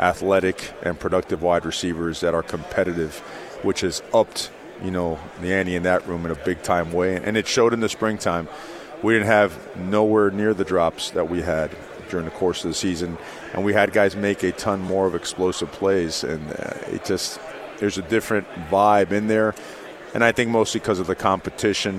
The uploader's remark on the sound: live from Pac-12 Media Day